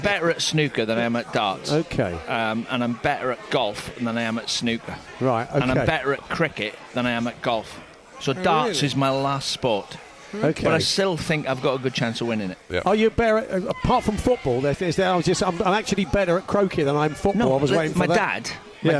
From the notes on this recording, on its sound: Live from the inaugural talkSPORT World Darts Championship with some familiar voices joining in throughout.